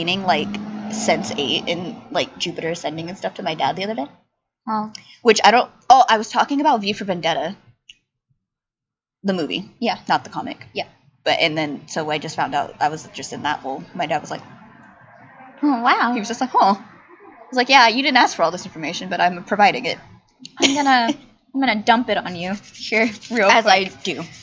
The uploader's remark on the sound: We apologize ahead of time for the quality of the audio and amount of background noise!